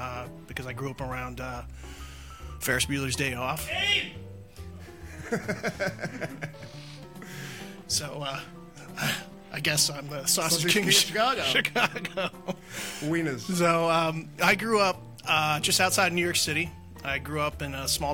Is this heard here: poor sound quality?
no